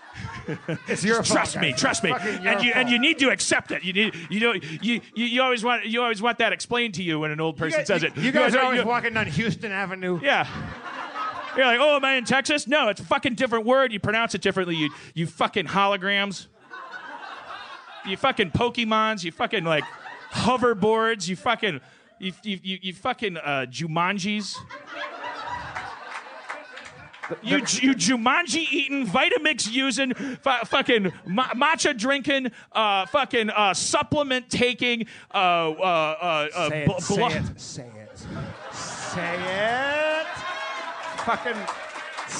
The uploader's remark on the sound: LIVE From UCB East in New York